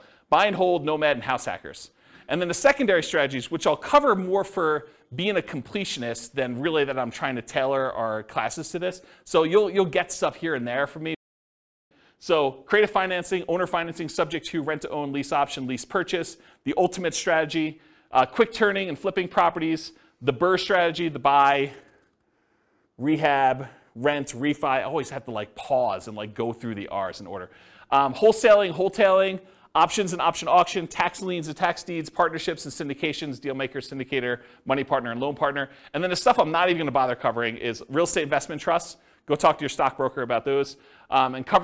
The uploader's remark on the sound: This was a live class recorded